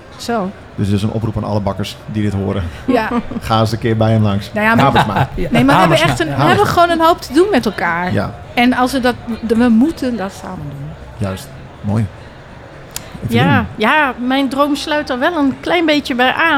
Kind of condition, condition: setting, busy venue